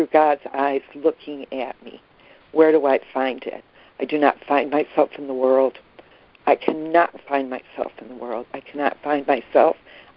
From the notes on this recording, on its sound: ACIM Daily Conference Call.